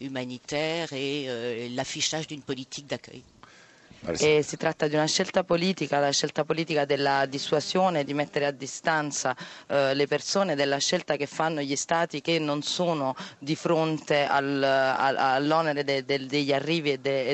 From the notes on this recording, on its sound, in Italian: Festival Sabir di Pozzallo. In diretta da Pozzallo.